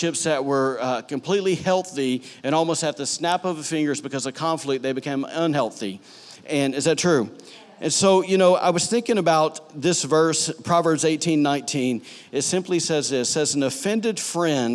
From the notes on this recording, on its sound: recorded on Sunday, September 2, 2018, during services at The Anchor Church in Rockport, Maine